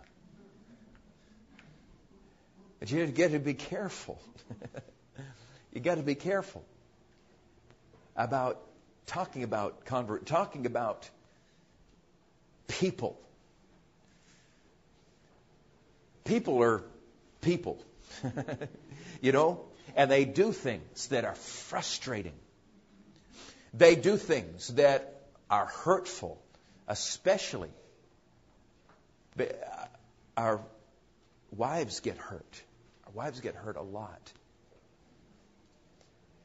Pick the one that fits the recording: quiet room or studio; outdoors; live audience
live audience